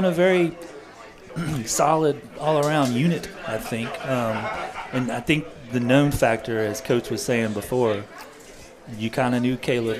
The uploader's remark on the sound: Live from Mossy's Eats Ales and Spirits in Clemmons, NC every Weds Night 730pm in season.